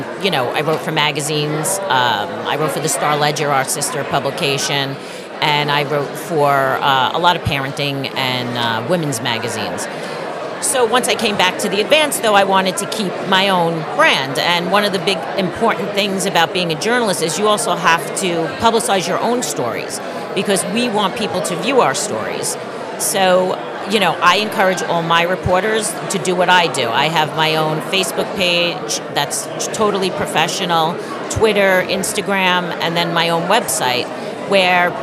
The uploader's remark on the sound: live from the SIEDC Business Conference